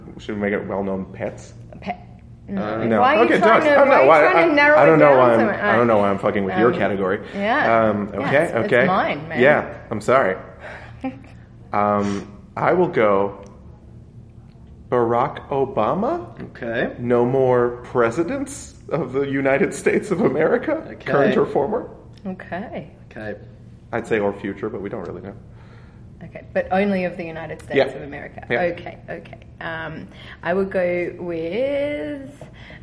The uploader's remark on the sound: LIVE from Regina Fringe. Coming to you LIVE (at the time) from The Regina Fringe Festival.